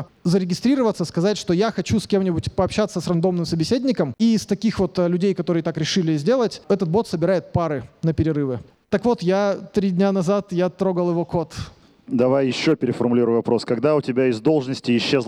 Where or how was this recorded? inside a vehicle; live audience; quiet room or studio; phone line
live audience